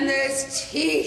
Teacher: some of the words, like the syllables get drawn out, like the way you say eyes, blame, even teeth